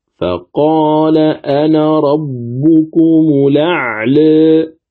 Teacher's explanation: لكن الألف في لفظ أنا تحذف فتقرأ كما هي مرسومة هنا: فقال أنا ربكم الأعلى. · Term: حذف الألف